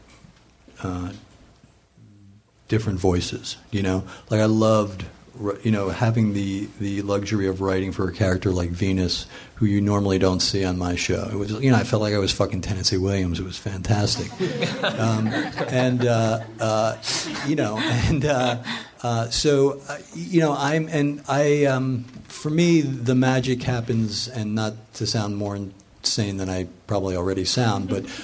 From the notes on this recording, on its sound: Recorded live at Meltdown on December 8, 2013.